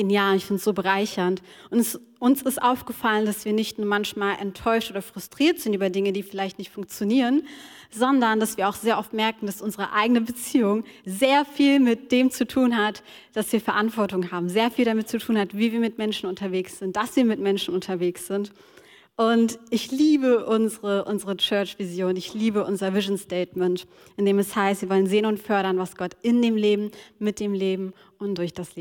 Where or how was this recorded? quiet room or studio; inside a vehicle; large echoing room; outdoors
large echoing room